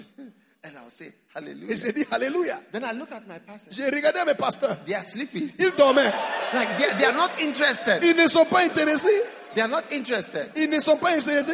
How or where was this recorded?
live audience